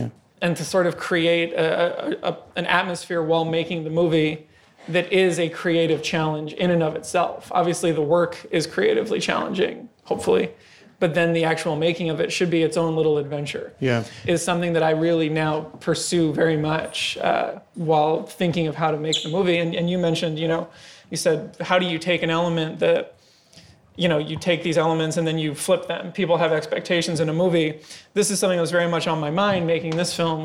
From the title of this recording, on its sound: NYFF Live Filmmakers Chat 2018